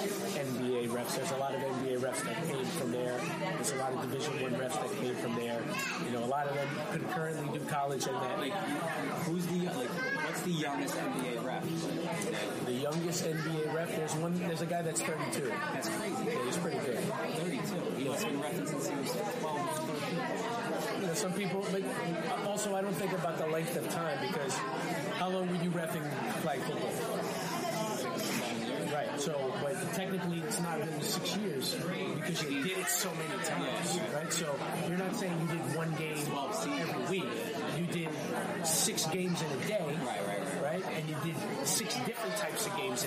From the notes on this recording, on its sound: Please excuse the audio, as they were in a restaurant that was hustling and bustling.